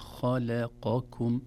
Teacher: إذن تفخيم الخاء، ترقيق اللام، ثم تفخيم القاف، ثم ترقيق الكاف · Term: تفخيم ترقيق